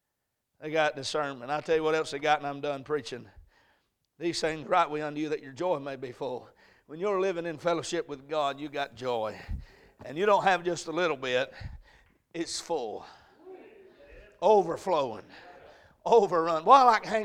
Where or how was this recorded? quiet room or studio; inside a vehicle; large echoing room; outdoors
large echoing room